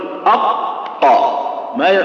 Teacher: ما تنطق القاف لين ينفلت العضوين زين اللي هو أقصى اللسان مع الحنك · Term: حروف القلقلة